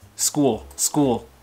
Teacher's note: Đó là âm L cong lưỡi